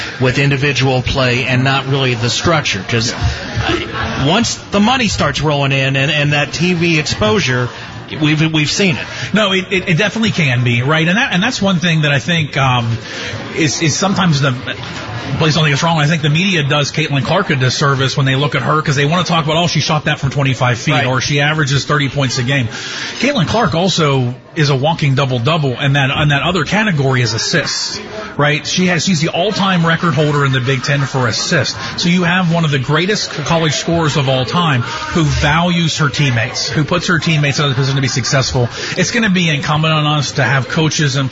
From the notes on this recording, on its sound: The Licking County Locker Room is broadcast Monday nights from Shipp Brothers Brewing in downtown Newark.